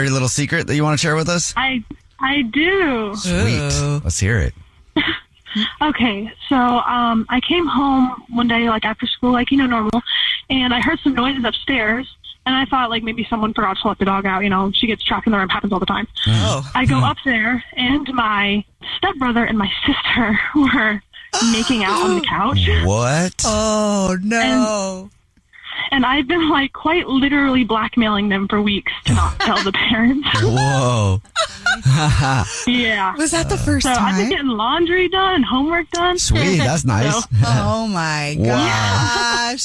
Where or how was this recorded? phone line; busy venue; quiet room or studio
phone line